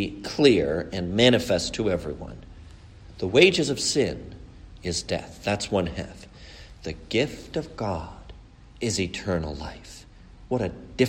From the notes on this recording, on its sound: A sermon preached at the funeral service